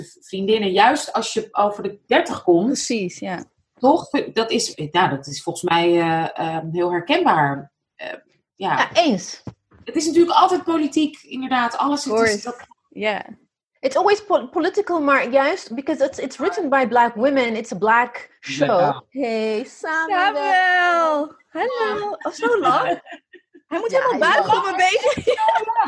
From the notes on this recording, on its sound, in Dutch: Niet in de studio maar alledrie via Zoom (what else, eh?) vanuit huis in Maarssen, Amsterdam en New York.